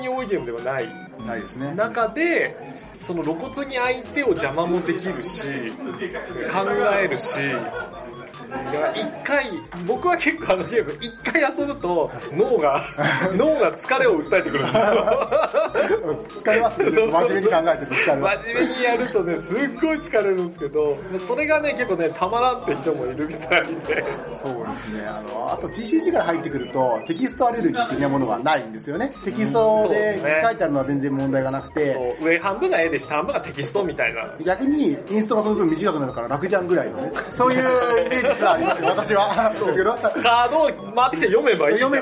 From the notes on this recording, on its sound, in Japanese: 月末にイエサブ秋葉原RPG館で開催されたアナログゲーム体験会の終わりしなに収録しています。体験会が好評だったため、若干ガヤが入っておりますがご了承ください。